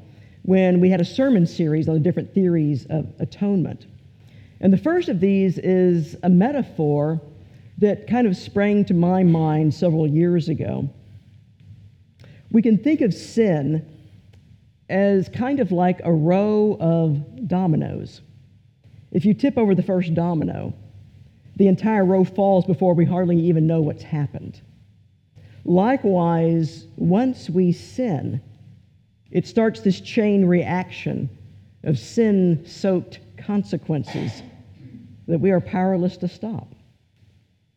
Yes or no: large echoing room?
yes